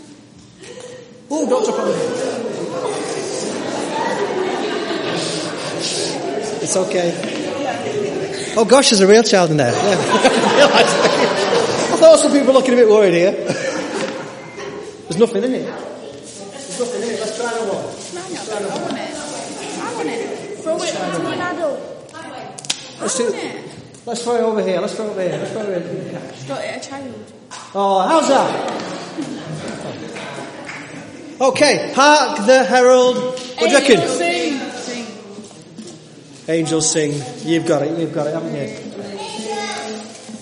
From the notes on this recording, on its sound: This sermon was part of the annual Nativity play. Audience participation was involved.